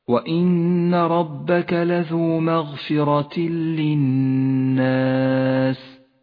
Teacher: حكم الإدغام بلا غنة في قوله تعالى: مغفرة للناس، جاء التنوين وبعده حرف اللام وهو حرف إدغام بلا غنة. ندغم التنوين باللام فيسقط التنوين من اللفظ